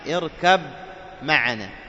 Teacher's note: فالذين قرأوا بالإضغام وهو إضغام الباء في ميم في الميم حق معنا اركب معنا، أضغم الباء في الميم، وهنا يكون الميم مشدد عندما تضغم الباء فيها